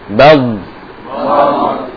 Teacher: Suaranya nggak langsung mati tapi memanjang, ya, memanjang dari belakang ke depan sampai ujung lidahnya menempel pada pangkal gigi seri atas · Term: sifat istitalah